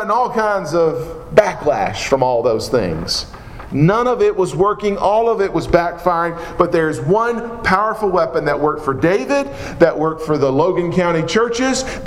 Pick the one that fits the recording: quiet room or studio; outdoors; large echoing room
large echoing room